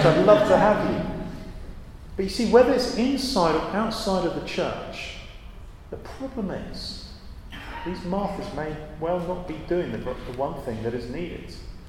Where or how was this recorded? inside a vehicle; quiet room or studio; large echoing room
large echoing room